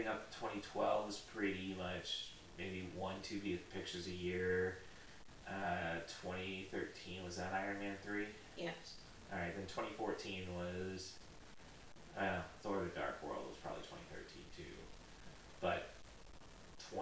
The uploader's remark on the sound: Too bad the mics were not set up ideally. The audio can be heard with a bit of static.